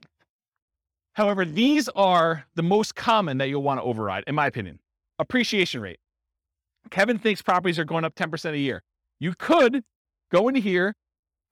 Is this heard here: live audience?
yes